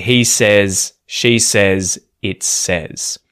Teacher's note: It's one of these weird irregular things in verbs in English where one is conjugated as say, I say, you say, we say, they say, but when it is the third person, the vowel sound changes and it sounds like eh instead